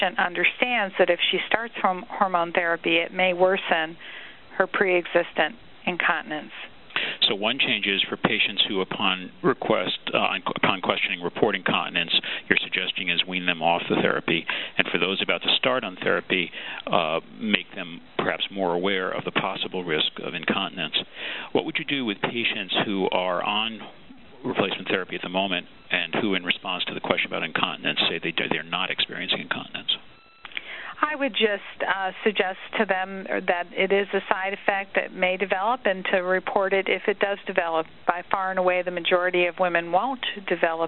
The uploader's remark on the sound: March 2005 Author in the Room® Teleconference